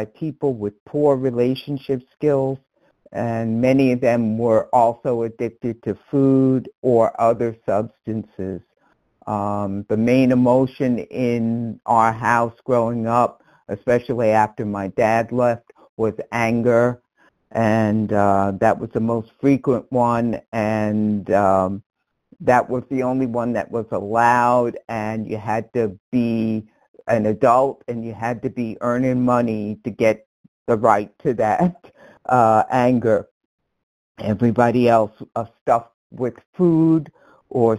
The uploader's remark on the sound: 100 Pounders Phone Meeting